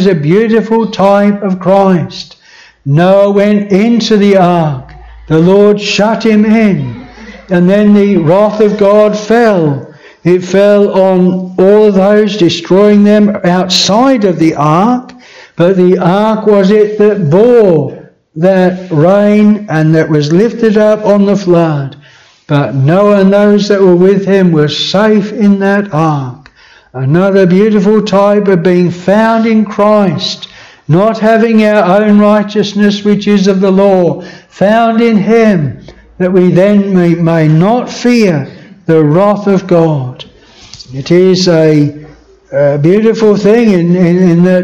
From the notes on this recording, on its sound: This sermon was preached at Bethel Chapel Luton.